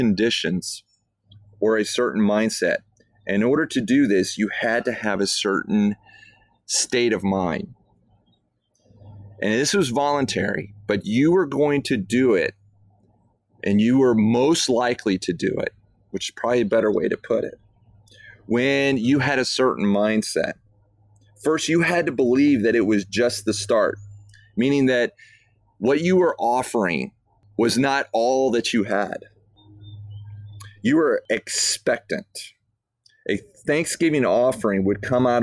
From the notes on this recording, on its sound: I don't know if you can hear the bird, uh, back here in the background, but I am outside on my back porch.